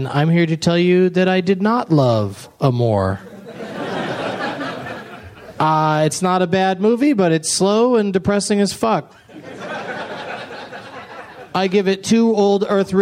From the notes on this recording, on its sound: Live from Cap City Comedy Club in Austin, TX